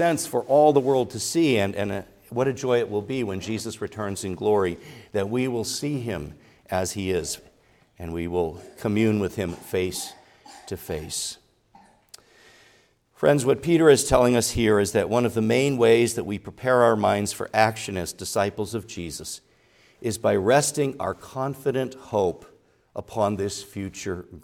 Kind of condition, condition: setting, large echoing room